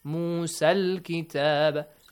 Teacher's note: Musa, alif maqsura, okay? So alif maqsura, the mad is changed to a short vowel sound, fatha.